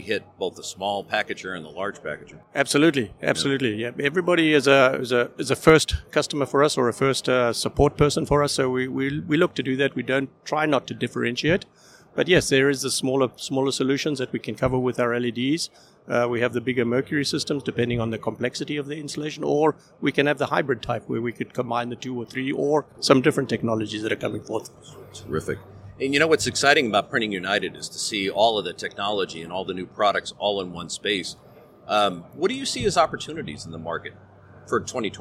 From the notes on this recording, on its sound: Recorded live at the Printing United Expo.